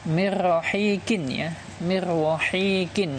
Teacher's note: Jadi nunnya tidak dibaca min rohikin ya, tapi mirrohikin.